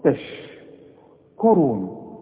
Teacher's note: الراء دي مضمومة، وهي الوحيدة المفخمة في هذه الكلمة